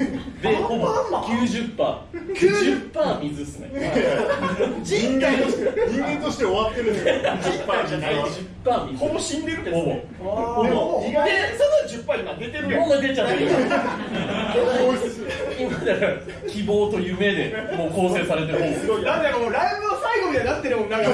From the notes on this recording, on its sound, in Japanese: 部室 公開収録。素材そのまま、当日のリアル感をお楽しみください。